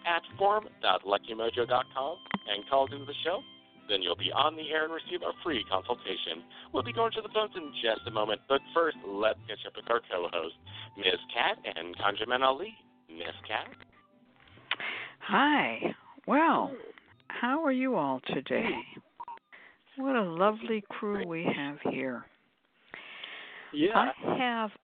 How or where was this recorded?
phone line